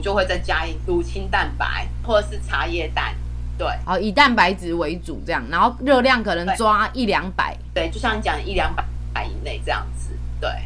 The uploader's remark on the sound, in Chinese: 第一次嘗試用視訊採訪的方式錄音。音質不佳還請見諒啊。